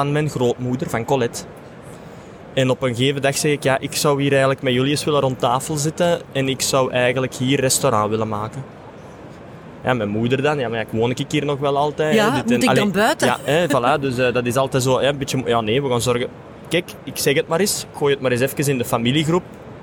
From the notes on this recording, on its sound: Horeca Expo Live.